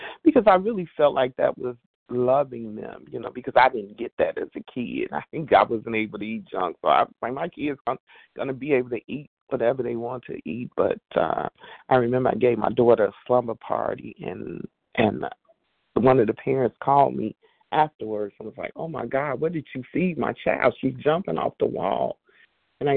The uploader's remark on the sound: 100 Pounders Phone Meeting, 12/6/23.